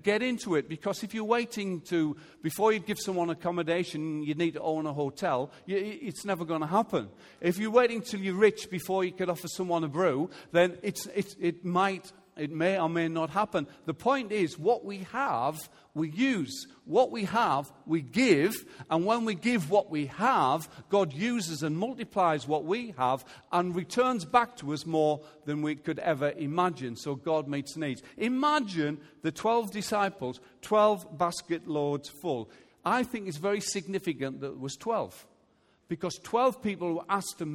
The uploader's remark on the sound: Recorded Live at Life Church on Sunday 2nd September 2018.